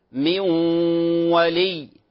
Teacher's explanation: النون مع الواو، من ولي، إدغام بغنة ولكنه ناقص، لا يوجد تشديد على الواو